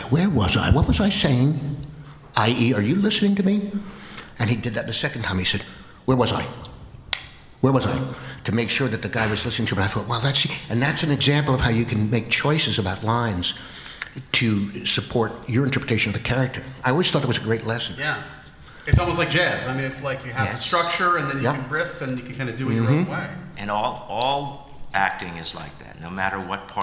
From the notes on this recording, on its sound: Recorded Live At Star Trek: Mission New York.